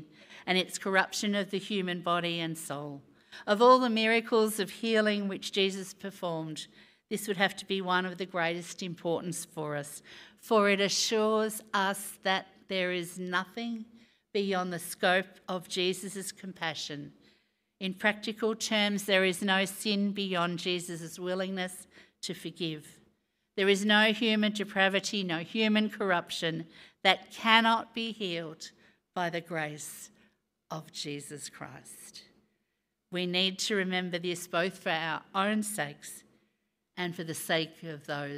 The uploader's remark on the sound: Recorded live on Sunday, 5th June.